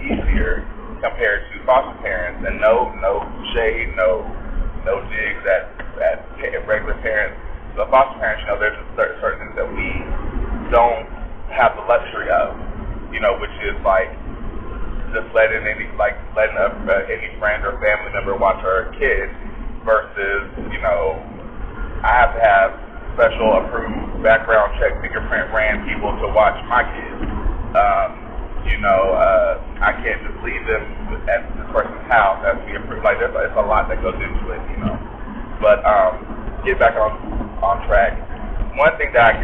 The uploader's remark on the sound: Bare with me for the Audio was not as good due to where I was.